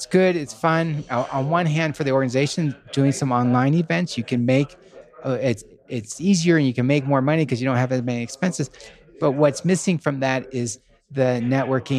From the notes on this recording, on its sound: We are live again from the GoBundance event